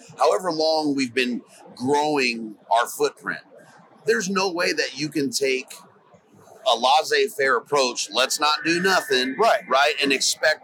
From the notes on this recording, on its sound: Hunt Expo Live From the Initial Ascent Mountain Dude Table. The flurry of live recordings from Western Hunting and Conservation Expo in Salt Lake continues from the Initial Ascent booth!